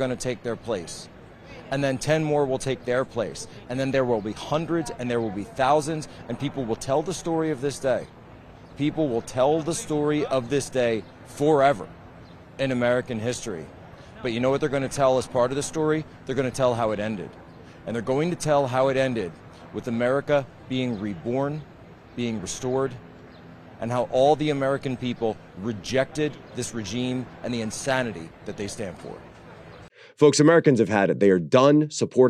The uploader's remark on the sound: Live on the scene in New York City. From the protests at Collect Pond Park.